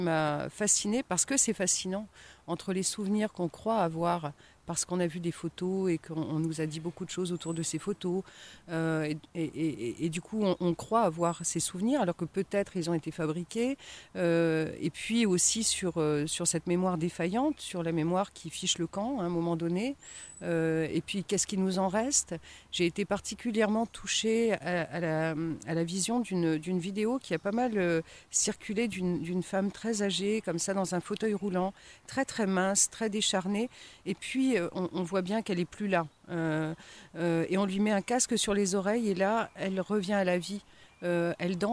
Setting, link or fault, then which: setting, outdoors